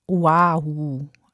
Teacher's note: Dieses kleine umgedrehte Apostroph zwischen dem O und dem A, das heißt Okina und ist so eine Art Stimmabsatz